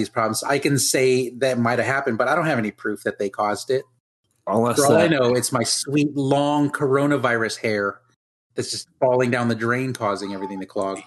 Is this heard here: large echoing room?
no